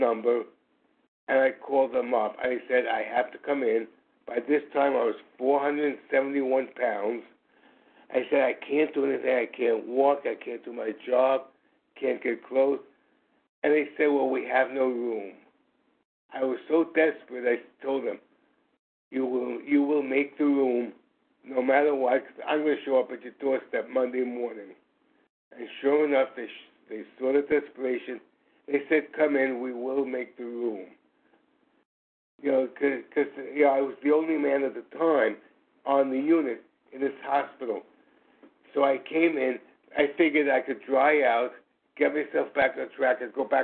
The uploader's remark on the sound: from the 100 Pounders Phone Meeting